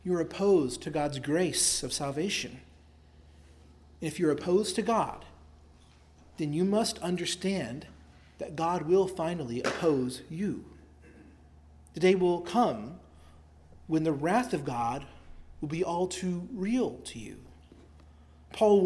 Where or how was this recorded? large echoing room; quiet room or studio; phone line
large echoing room